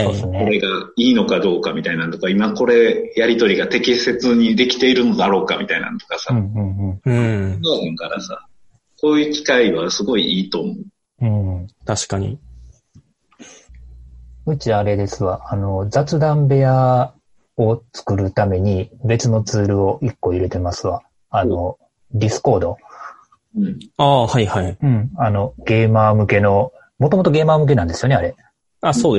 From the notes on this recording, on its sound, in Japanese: Zoom によるリモート収録です。